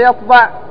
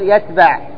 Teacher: قال أو إبدال حرف بحرف كإبدال الطاء تاء، مثل يطبع، بدل ما يقول يطبع بالطاء يقول يتبع، يغير الطاء إلى تاء لأن مخرجهما واحدا